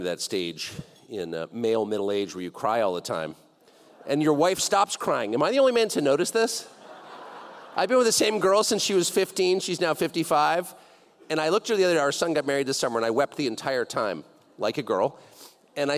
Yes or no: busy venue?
yes